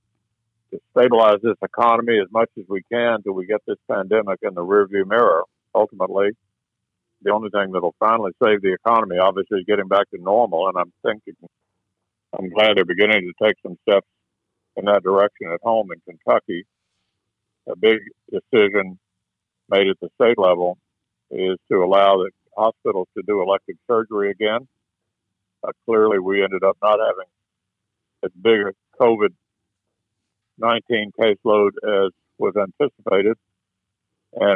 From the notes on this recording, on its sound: via phone